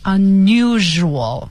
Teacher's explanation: sual 这一部分它比那个 z、比那个 sh 要重、是更加的浊化，浊辅音